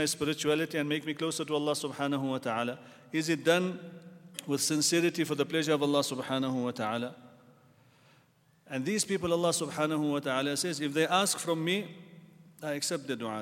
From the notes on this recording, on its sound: at the Houghton Masjid (West Street)